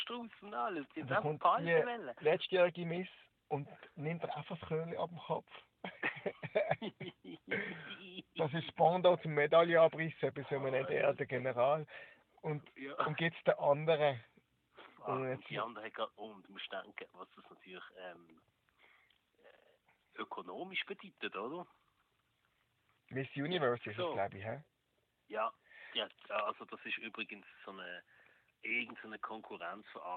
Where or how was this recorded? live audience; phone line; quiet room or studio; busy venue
phone line